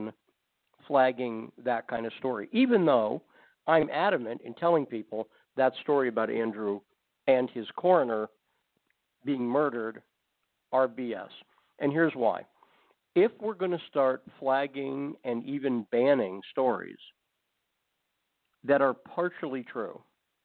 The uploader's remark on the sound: takes your phone calls